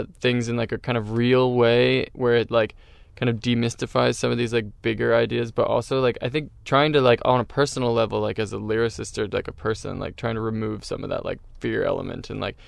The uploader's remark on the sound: I climbed into the tour van